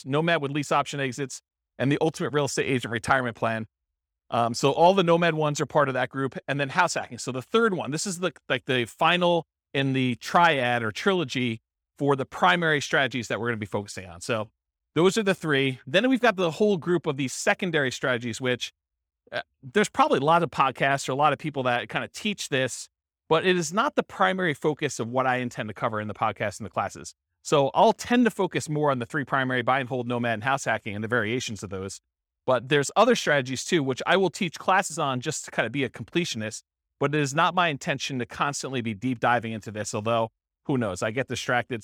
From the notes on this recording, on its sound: This was a live class recorded